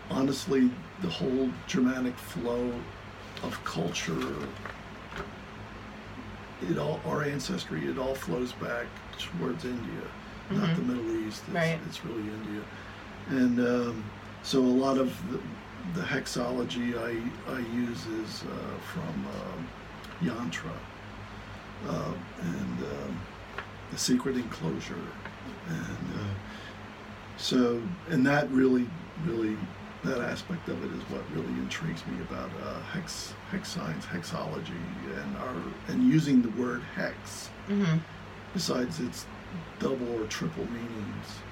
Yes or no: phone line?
no